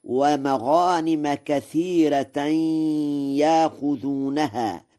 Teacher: بترقيق الراء في كثيرة وإبدال الهمزة حرف مد من جنس حركة ما قبلها في يأخذونها وصلا ووقفا، والترقيق لغة من لغات العرب.